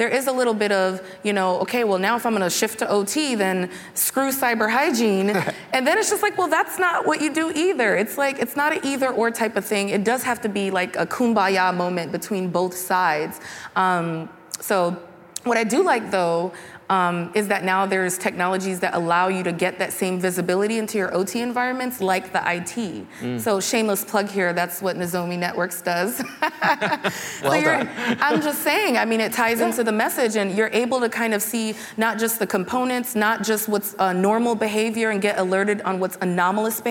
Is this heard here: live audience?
yes